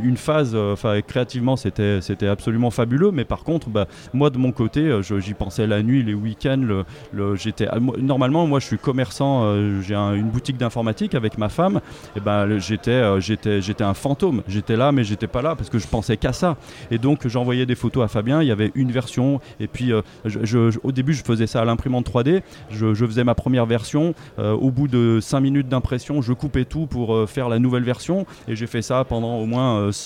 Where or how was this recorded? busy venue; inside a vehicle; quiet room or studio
busy venue